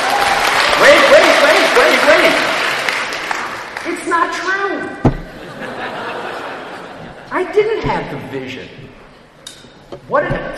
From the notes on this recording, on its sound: At an event of the China Entrepreneurs Forum before an audience of 1,200 at Harvard University.